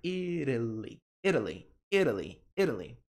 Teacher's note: Mas americanos pronunciam esse T com som do R brasileiro